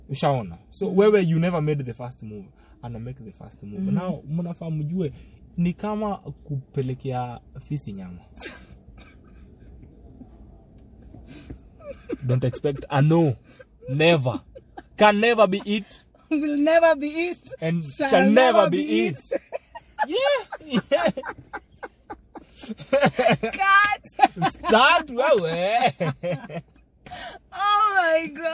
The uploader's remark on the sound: a conversation in the car